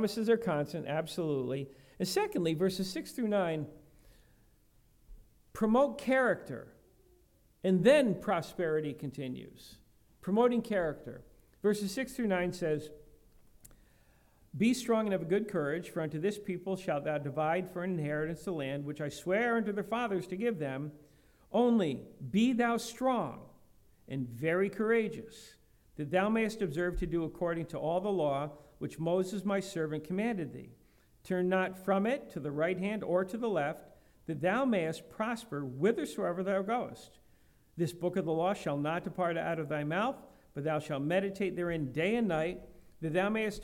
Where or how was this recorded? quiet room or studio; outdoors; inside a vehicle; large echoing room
large echoing room